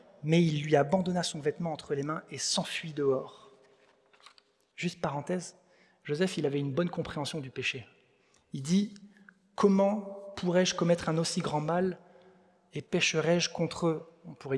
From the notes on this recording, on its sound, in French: Enregistré à l'église CVV